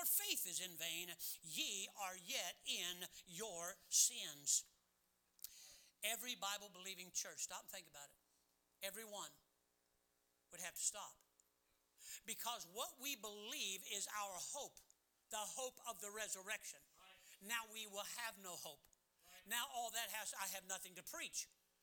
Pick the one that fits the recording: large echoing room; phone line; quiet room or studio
large echoing room